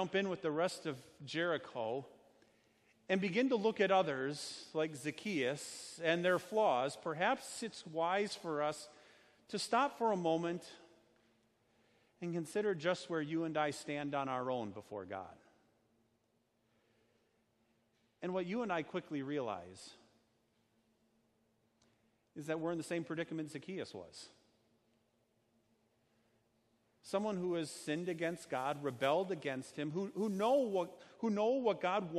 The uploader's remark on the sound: Sermon preached at Our Savior Lutheran Church in Birmingham, AL, on Sunday, October 13th, 2019.